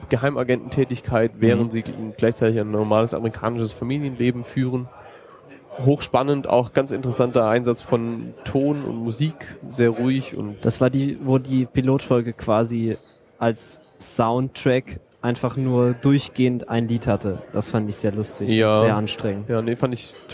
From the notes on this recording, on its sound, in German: dieser auf dem 30C3 aufgezeichneten Sendung